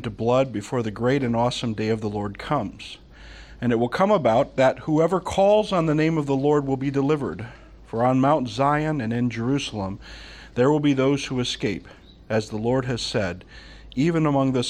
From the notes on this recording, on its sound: From the Summer 2015 Clearnote Conference.